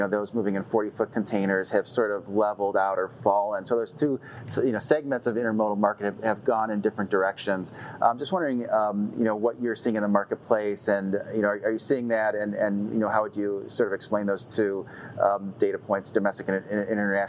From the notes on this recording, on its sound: During a fireside chat at FreightWaves 3PL Summit. FreightWaves virtual events.